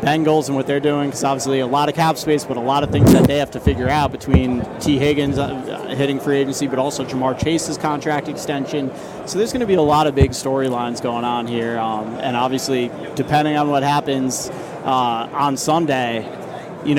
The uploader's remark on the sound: From Radio Row